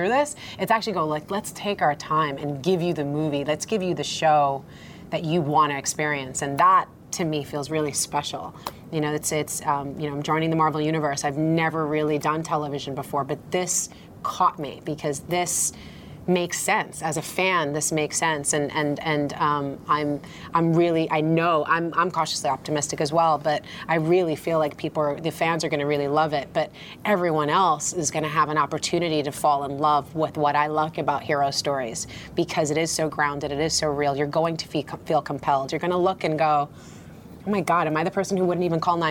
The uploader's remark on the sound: From the Tribeca Film Festival Red Carpet